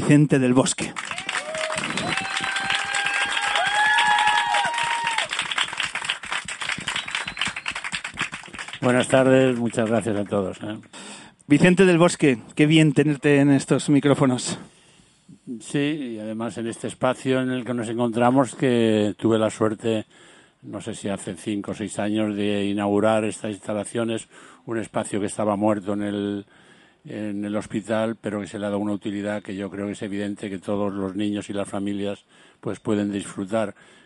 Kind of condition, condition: setting, outdoors